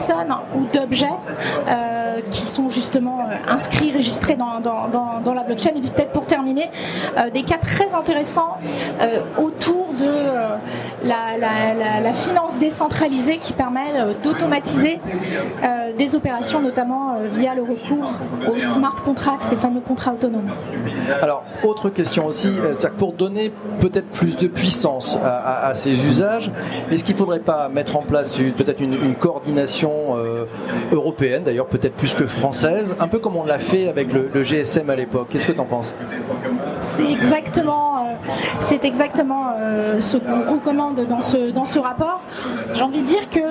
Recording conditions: live audience